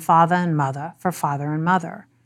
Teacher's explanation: AAVE is also arless, as in father and mother for father and mother.